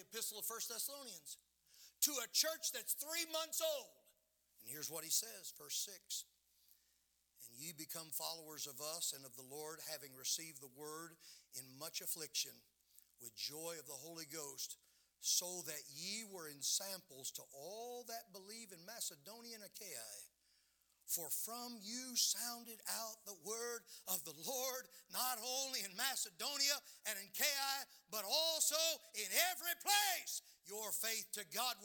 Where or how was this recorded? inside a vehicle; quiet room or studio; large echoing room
large echoing room